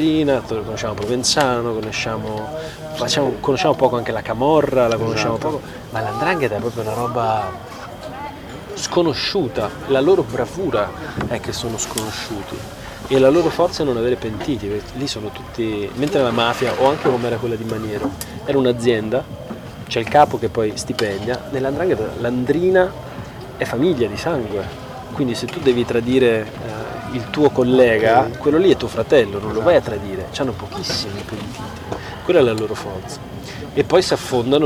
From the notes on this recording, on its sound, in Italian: Interviste registrate con quattro grandi artisti ad Antiche Mura e Luoghi Comuni Festival al campo della Marta di Cittadella. Diretti da Teatro Bresci che ringrazio di cuore per aver ospitato Radio Cooperativa come Radio ufficiale dei Festival.